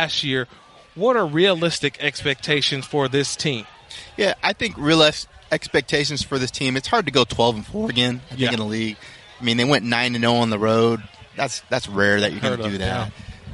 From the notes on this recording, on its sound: live from Rams training camp in Irvine